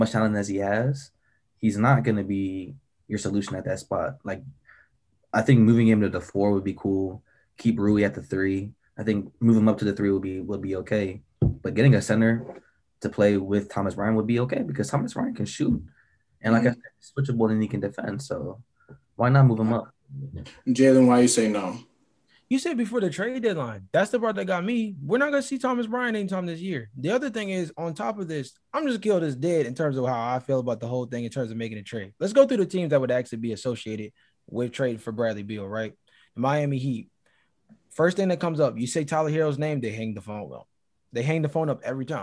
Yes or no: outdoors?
no